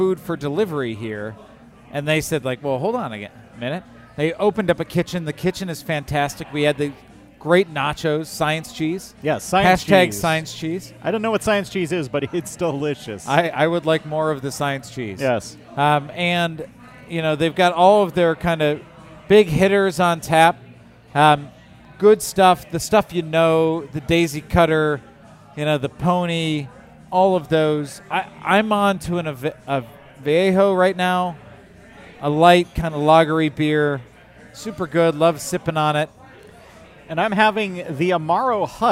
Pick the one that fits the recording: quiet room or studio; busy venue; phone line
busy venue